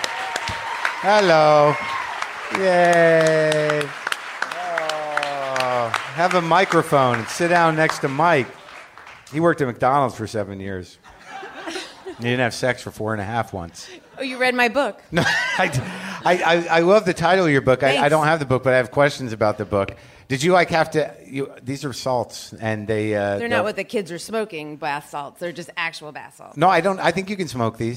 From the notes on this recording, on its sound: Recorded at The Bell House in Brooklyn.